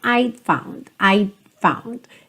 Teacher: Língua lá no céu da boca, mas não tem o t, t. Ele é quase imperceptível.